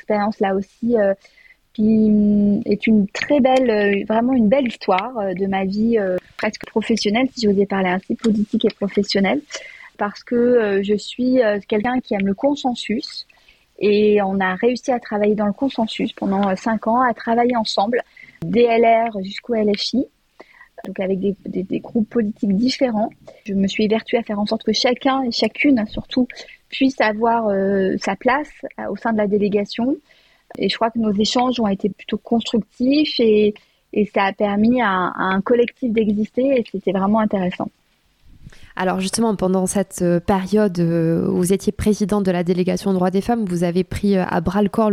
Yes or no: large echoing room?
no